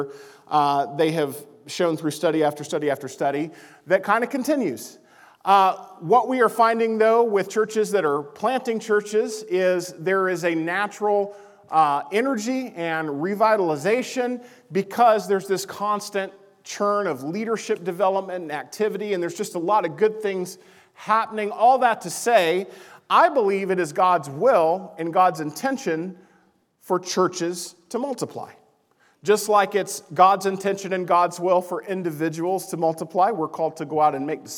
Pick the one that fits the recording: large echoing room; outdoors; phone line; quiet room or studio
large echoing room